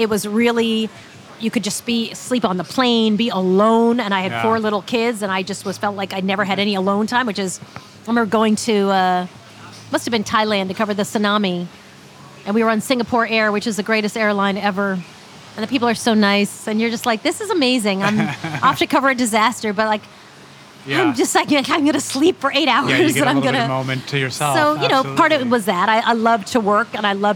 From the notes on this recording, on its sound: This episode of Dinner’s On Me was recorded at Harlem Shake in Harlem, NYC.